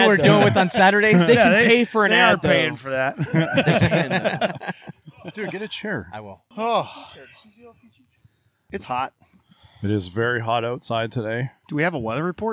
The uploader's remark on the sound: The crew recorded and live streamed from The Lot at the Old Fat Bald Guys Summer Ice Hockey Tournament and charity event to benefit Platoon 22.